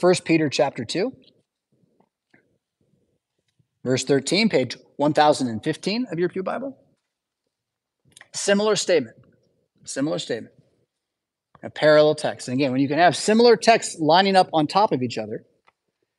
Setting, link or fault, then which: setting, large echoing room